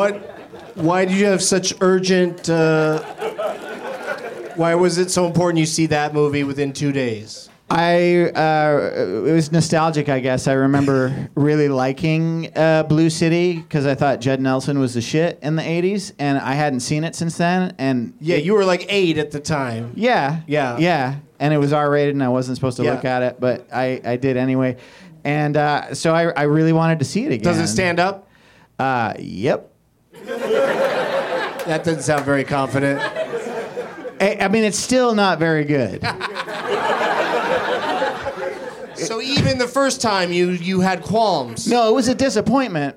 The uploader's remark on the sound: Live from the UCB Franklin in LA